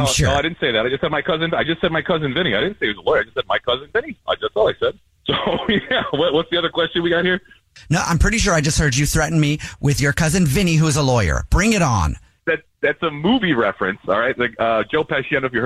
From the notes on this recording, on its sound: Phone prank style.